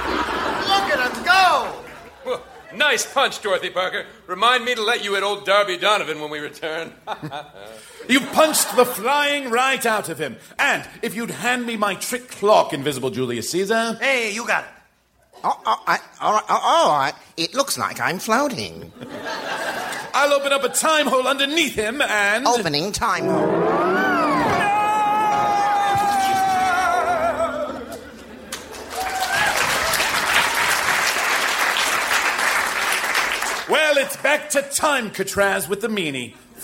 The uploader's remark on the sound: Recorded Live 10/13/2012 at Largo, Los Angeles.